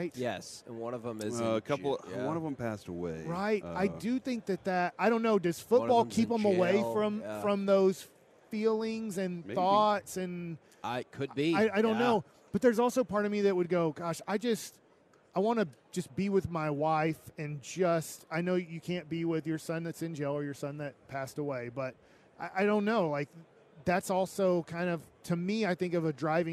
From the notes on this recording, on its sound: 11am hour of The K&C Masterpiece LIVE from Radio Row in Las Vegas!